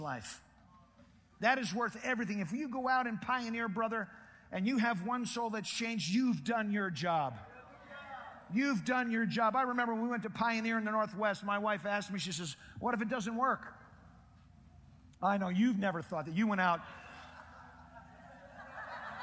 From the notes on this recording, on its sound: Preached in Prescott Conference Jan.2009.